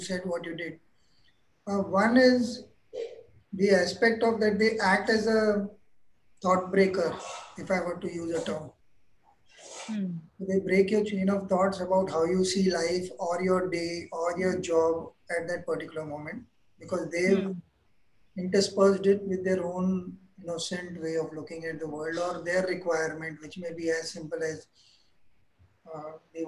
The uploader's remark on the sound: This is the audio part of a video conversation.